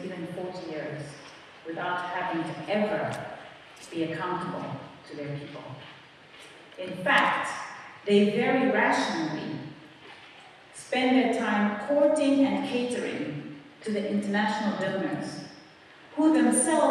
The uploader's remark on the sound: In this lecture given at Oxford's Rhodes House.